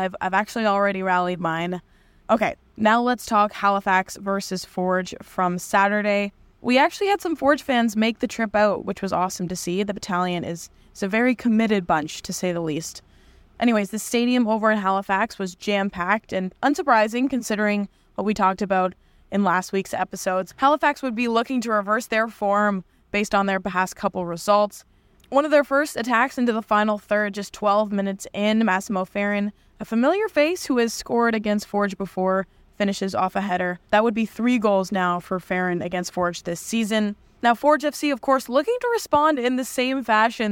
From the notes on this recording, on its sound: at the post match press conference